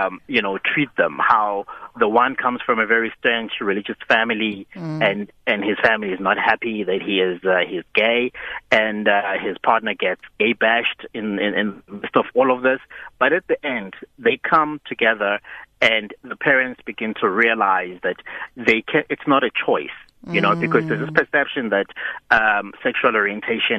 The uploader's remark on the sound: joined on the line